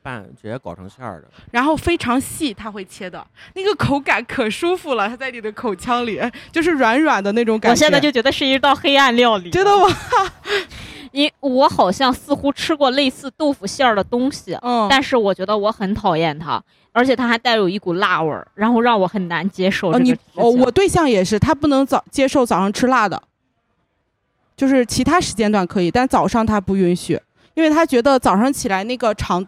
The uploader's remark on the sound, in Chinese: 来自济南的新播客清风微拂。在一个秋天晚上。录音地点：Vniegar Taproom精酿啤酒吧。